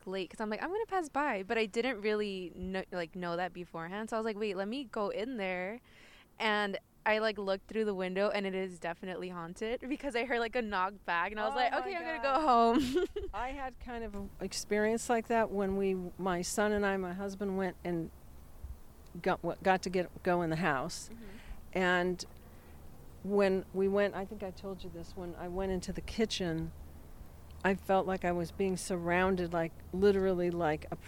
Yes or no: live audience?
no